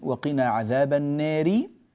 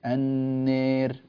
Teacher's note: الراء مكسورة فنقلل الألف. النير ولا علاقة للألف الواقعة قبل راء متطرفة مكسورة، لا علاقة لها بحكم مد البدل.